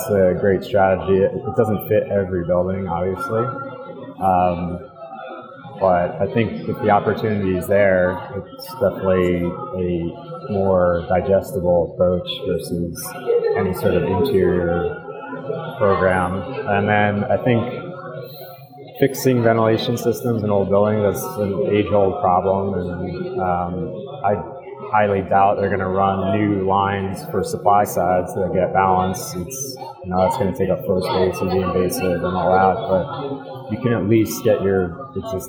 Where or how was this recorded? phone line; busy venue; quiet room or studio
busy venue